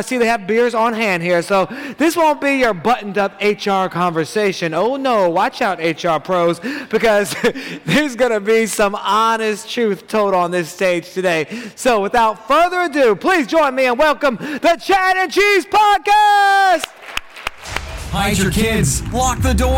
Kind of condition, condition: setting, live audience